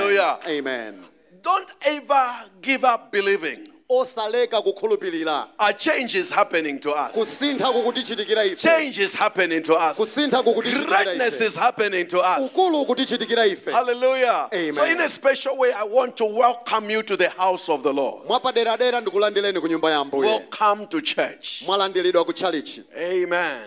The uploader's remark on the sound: Preached at the Encounter Service at Word Alive Blantyre City Church